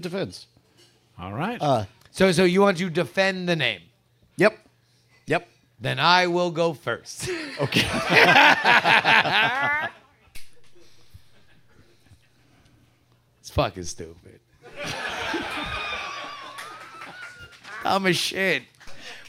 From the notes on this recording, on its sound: Live in Austin, June 2023. Quack's Soundspace, it's Great Night live!